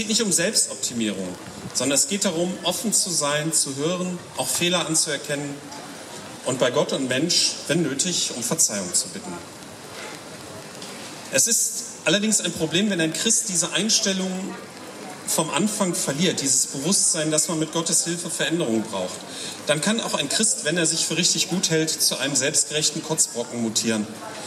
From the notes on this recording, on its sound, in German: Predigt auf dem Stadtfestgottesdienst